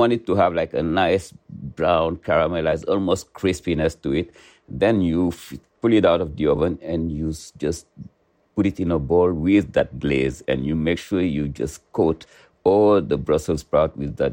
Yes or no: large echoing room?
no